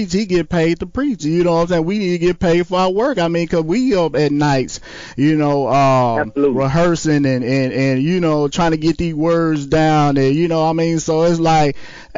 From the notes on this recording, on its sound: phone interview